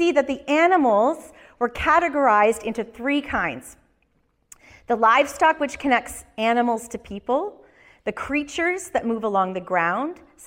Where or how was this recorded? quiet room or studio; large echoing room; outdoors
large echoing room